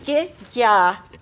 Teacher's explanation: And the second piece of that that phrase is ya, again with no ng. And not having the ng on that is consistent throughout this piece of music and is consistent to this particular dialect. In fact, pronouncing these g's as hard g's, as g instead of j sounds, is also part of the dialect of this region.